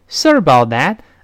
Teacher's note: about 最后那个失去爆破，因为后面 that 又是辅音开头的